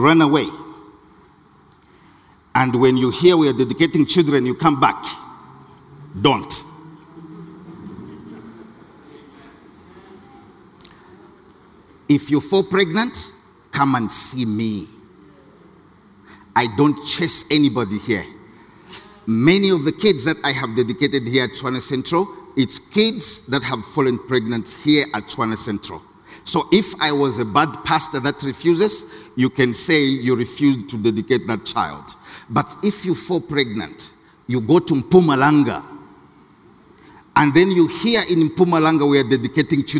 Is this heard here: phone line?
no